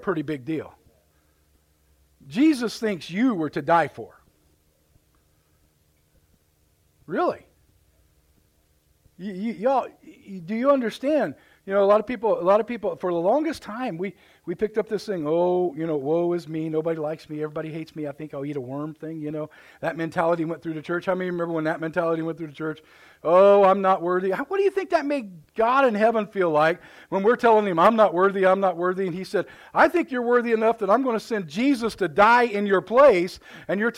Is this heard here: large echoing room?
yes